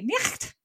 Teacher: Have that little like gut, you know, throat choking kind of sound that used to exist in English · Term: German ch kind of sound